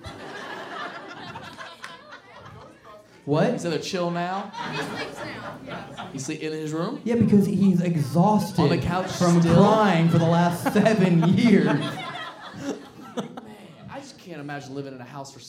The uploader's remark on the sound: CROWD WORK SHOW. Live Show Start & Audience Pranks. This episode was filmed in front of a live audience.